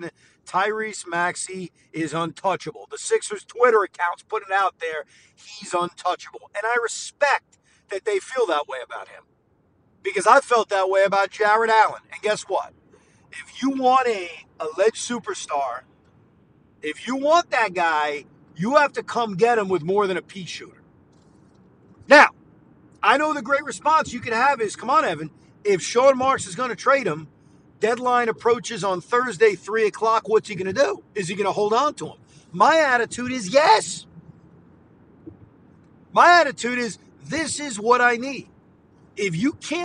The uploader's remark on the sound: Drive home reaction. While driving home.